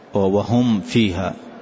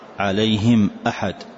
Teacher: يعني أظهر الميم إظهارا كاملا